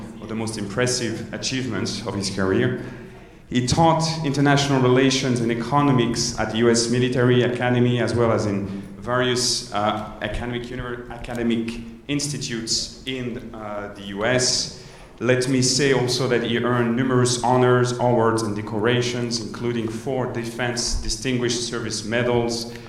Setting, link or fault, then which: setting, live audience